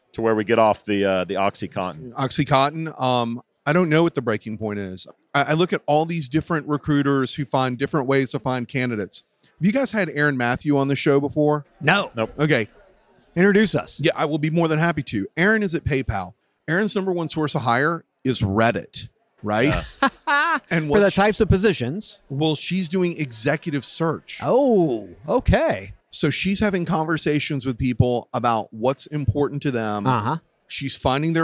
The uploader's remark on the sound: Live from TA Week in San Diego from the Qualifi booth